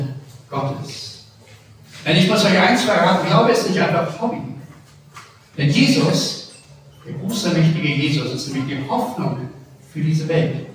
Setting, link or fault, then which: setting, large echoing room